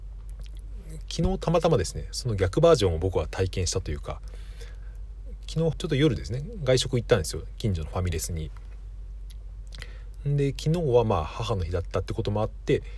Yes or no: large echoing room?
no